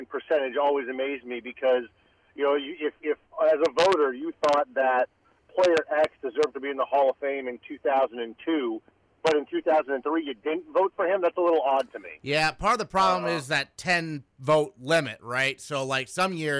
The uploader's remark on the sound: In-studio. Calls in as well!